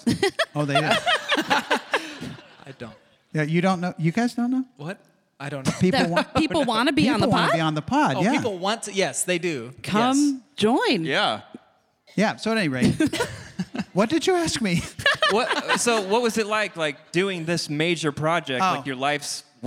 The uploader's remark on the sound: recorded in front of a live audience!